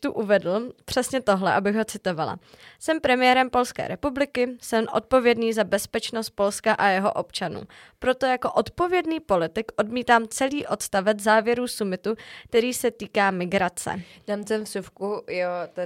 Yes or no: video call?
no